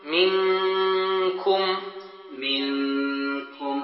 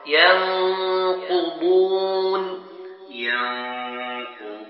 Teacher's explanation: المخرج ينغلق في حرفي القاف والكاف · Term: الإخفاء